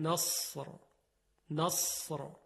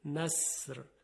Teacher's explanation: ببینید مثلا در کلمه اذا جاء نصر الله والفتح یا فصبر، حرف صاد اگر دقت کنید مثل سین تلفظ میشه، یعنی مخرجش یکیه با سین، جز این که صدای صاد درشت ادا میشه اما صدای سین ظریفه.